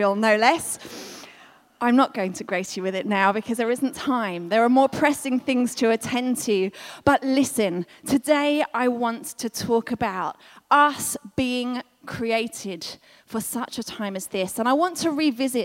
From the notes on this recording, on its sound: This was recorded at Skylark Church on 21st July 2019.